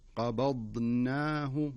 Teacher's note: وفي نفس الوقت لا تقلقل في الضاد، لأن الضاد ليس من حروف القلقلة، يعني حروف القلقلة قطبة جد، فلا تقول قبضناه قبض هذا خطأ.